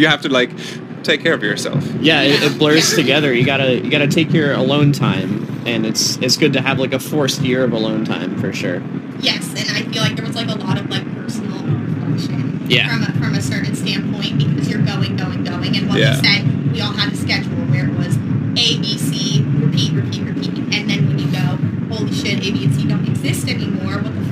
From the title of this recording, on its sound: Live from Forbidden Kingdom